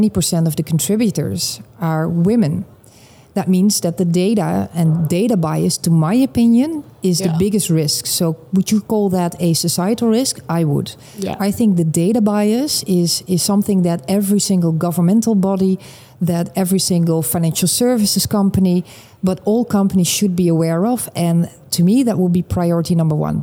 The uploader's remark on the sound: Live from Money 20/20 Europe